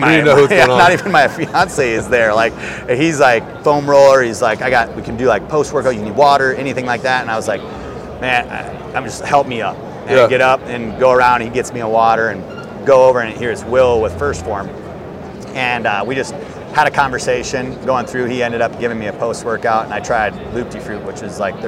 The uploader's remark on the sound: LIVE FROM HUNT EXPO VOL. 2. In this second installment from the podcasts I laid down at hunt expo.